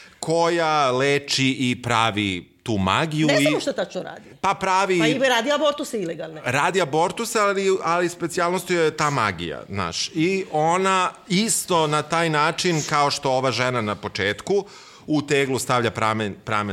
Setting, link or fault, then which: setting, live audience